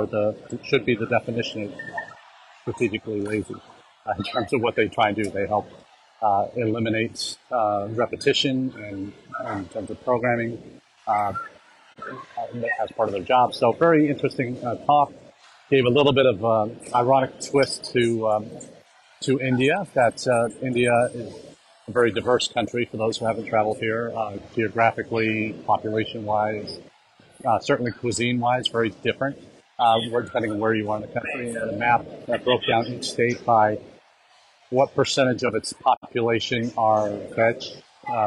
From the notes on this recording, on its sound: Our #intled #livechat comes to you from the #IC3 conference in Hyderabad, India.